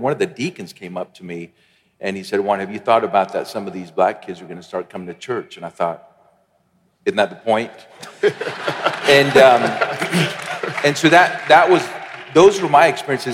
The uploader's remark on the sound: Panel discussion at our MLK50 conference.